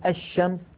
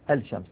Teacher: من الحروف الشمسية، وندغم اللام فيه · Shown in: first take · كقولنا الشمس، ولا نقول الشمس.